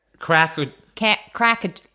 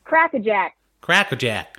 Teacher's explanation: And you could drop some R's. You could even lose some R's in there.